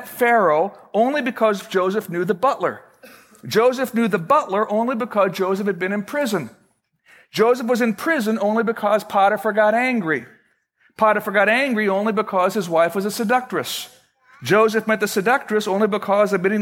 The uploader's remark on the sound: Originally recorded March 18, 2012, at Fellowship Missionary Church, Fort Wayne, IN.